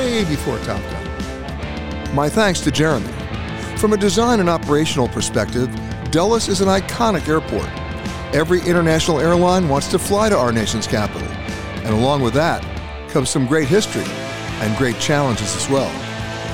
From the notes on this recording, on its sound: from Dulles International Airport in Washington, DC.